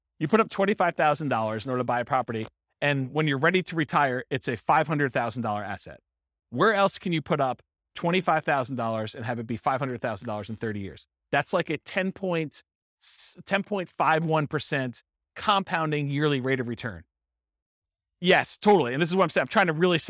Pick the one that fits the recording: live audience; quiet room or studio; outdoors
live audience